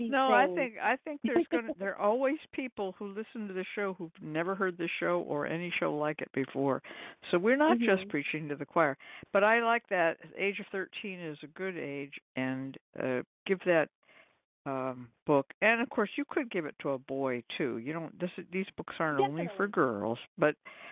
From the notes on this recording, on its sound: This episode was truncated by malfunctioning BlogTalkRadio equipment on the site. Quickly discovered a way to record his phone connection, and we have uploaded this partial remainder from his recording. The Lucky Mojo Hoodoo Rootwork Hour is a real, live call-in show.